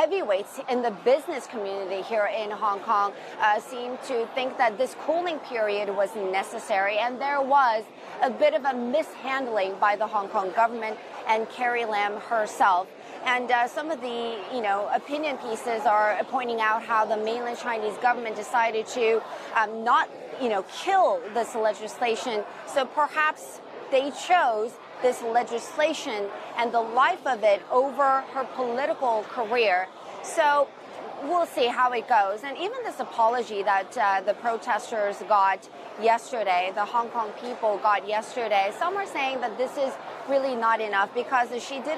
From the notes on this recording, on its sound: We are live from the territory. We are live at the Paris Air Show.